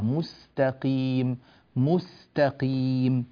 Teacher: رقق التاء وأعطي السين قدرها